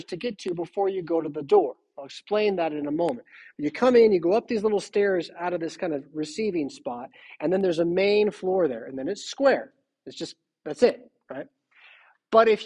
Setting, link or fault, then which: setting, large echoing room